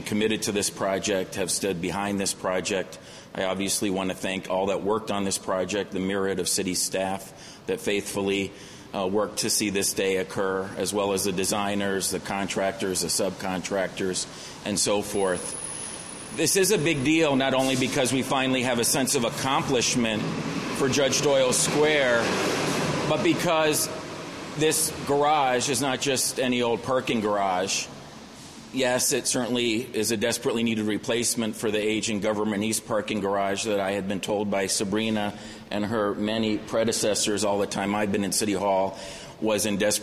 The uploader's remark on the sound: News Conference: Wilson Street Garage Grand Opening